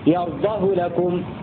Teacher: قوله والقصر فاذكره لو فلا والقصر فاذكره لو فلا له الرحب، أي قرأ حمزة وعاصم ونافع قولا واحدا بضم الهاء بدون صلة